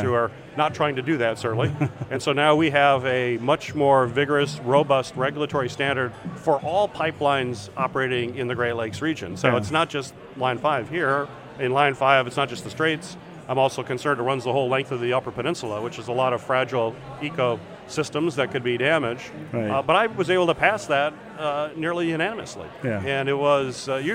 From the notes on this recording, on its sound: From the Mackinac Policy Conference.